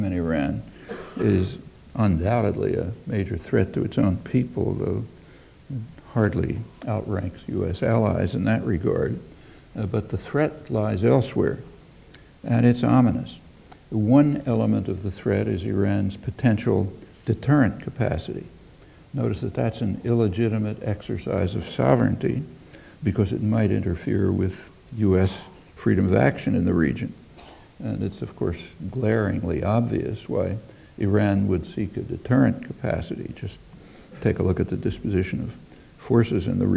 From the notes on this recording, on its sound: UCL Rickman Godlee Lecture 2011